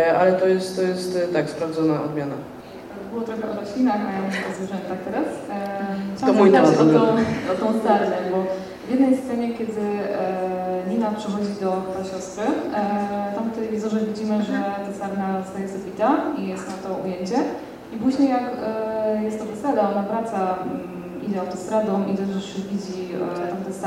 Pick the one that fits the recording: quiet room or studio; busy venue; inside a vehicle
busy venue